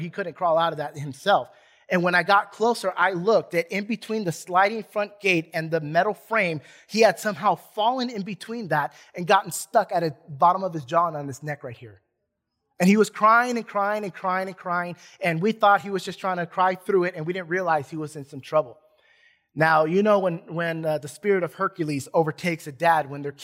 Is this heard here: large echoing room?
yes